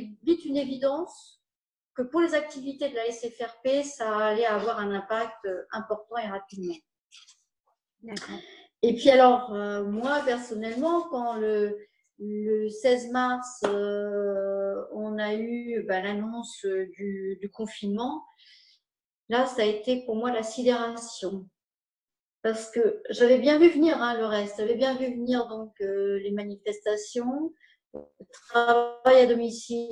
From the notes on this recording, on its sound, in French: Vous voudrez bien excuser la qualité du réseau. Je ne connais pas encore la fibre et il y a eu des coupures chez moi.